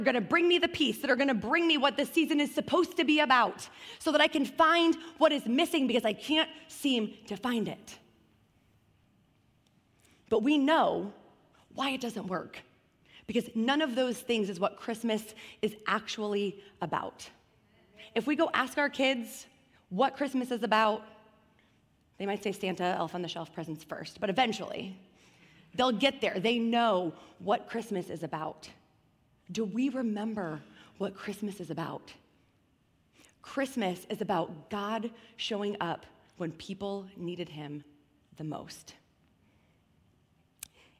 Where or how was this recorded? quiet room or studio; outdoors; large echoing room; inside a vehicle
large echoing room